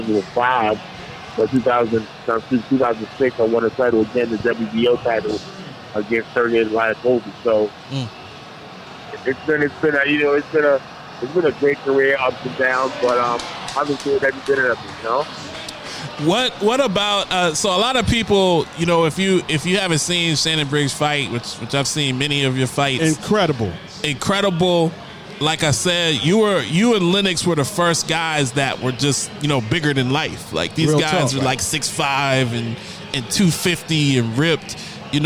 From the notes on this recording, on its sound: LIVE from Dave and Buster's